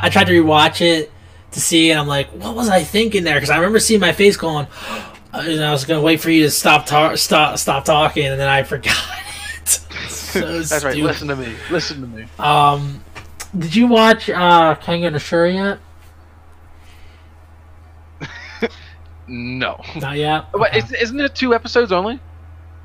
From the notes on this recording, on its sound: MESSED UP AUDIO. Sorry for the audio being all reverb-y.